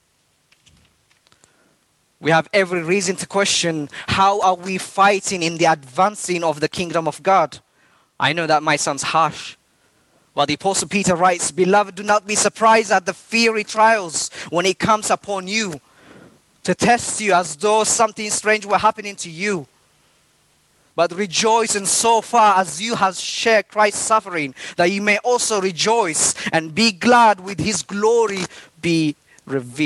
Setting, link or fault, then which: setting, large echoing room